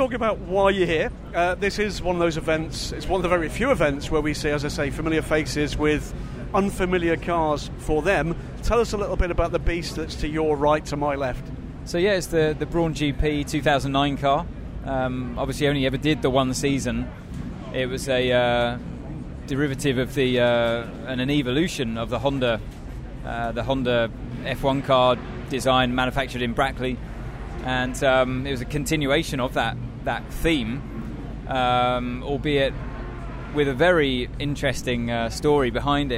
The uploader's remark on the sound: conversations from last weekend's Goodwood Festival of Speed, captured by DailySportsCar